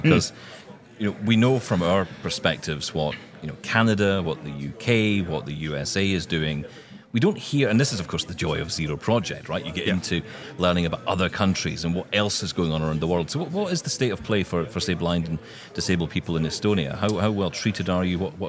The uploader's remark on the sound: live from Vienna at the Zero Project Conference